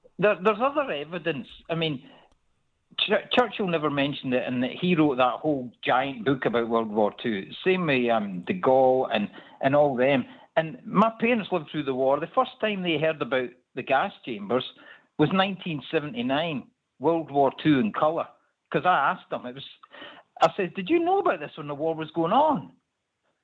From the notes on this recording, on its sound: The phone-in.